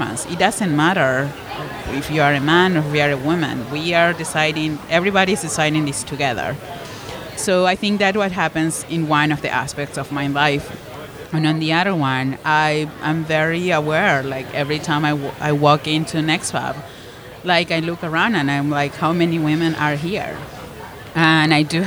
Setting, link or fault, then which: setting, busy venue